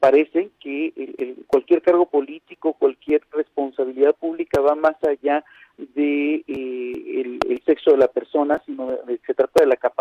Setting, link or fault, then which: link, phone line